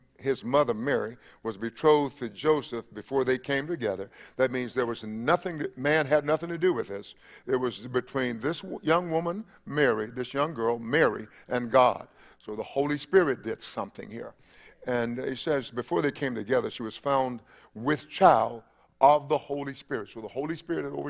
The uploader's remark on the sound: Christmas Eve Service 7:00 p.m. 12/24/20